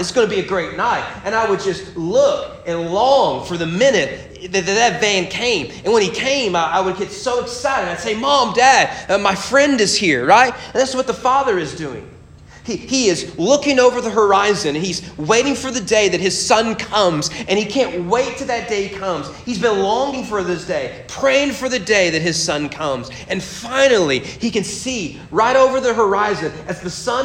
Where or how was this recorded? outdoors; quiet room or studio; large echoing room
large echoing room